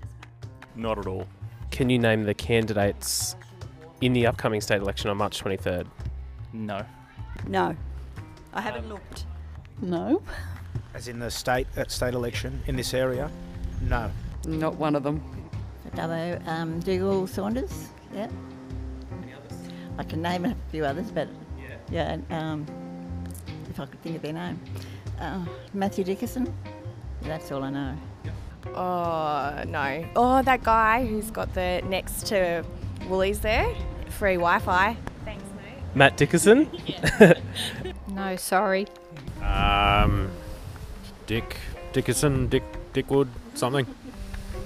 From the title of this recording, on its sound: Hitting the streets of Mudgee with a microphone